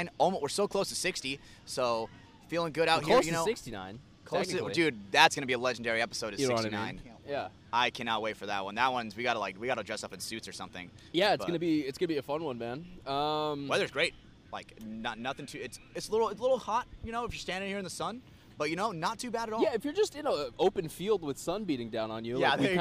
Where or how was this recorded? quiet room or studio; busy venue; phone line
busy venue